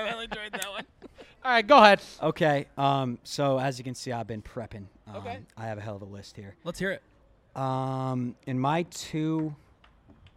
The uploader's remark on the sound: broadcast live from the District Bar in Scottsdale, Arizona